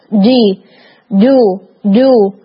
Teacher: آپ دیکھیں بالکل ایک ہٹ کی آواز آ رہی ہے جی جو جو، اور اس میں ایئر نہیں ہے